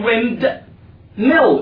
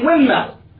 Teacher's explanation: The D sound is gone. It's not pronounced anymore. · Shown in: second take · Term: historical elision